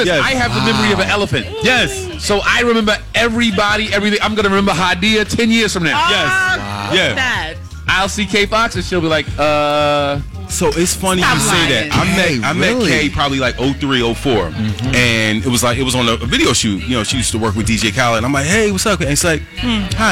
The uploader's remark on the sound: Stops by to chat with us during our live broad cast at McDonald's!